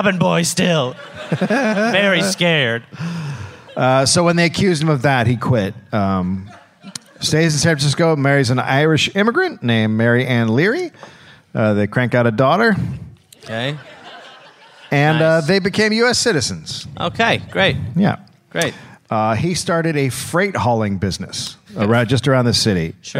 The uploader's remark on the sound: (Live in SF). Recorded live at Marines Memorial Theater.